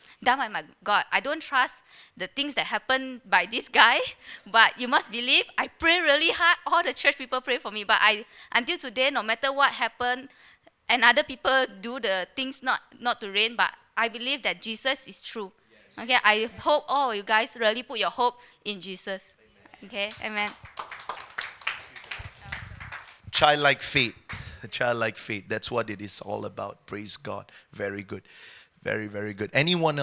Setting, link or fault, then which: setting, live audience